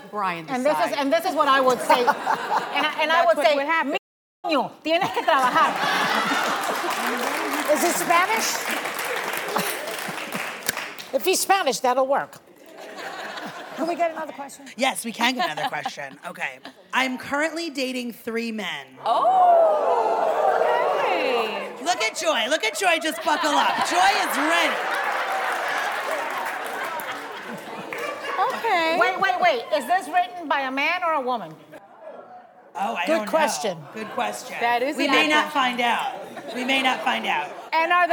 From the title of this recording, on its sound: The Co-Hosts Answer Studio Audience Questions!